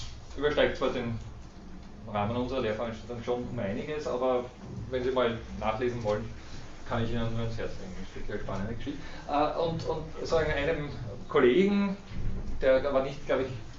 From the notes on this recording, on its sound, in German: Diese Vorlesung wurde von Studierenden aufgenommen